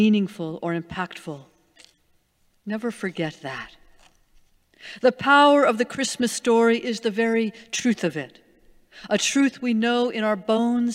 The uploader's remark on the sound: Sermons from Old South Church in Boston